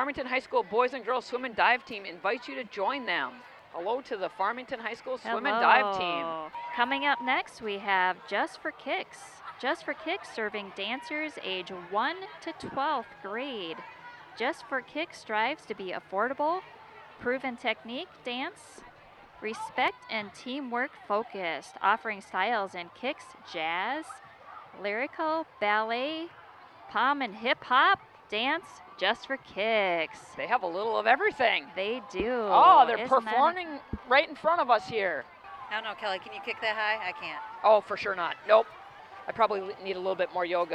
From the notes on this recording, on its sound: The annual Dew Days Grand Parade from downtown Farmington. The rain came down for hours before the parade but cleared just in time to see all the great businesses, organizations and people of Farmington and surrounding communities.